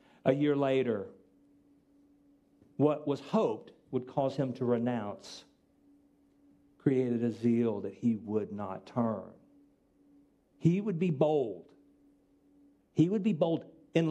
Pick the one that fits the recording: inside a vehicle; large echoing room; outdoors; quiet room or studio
large echoing room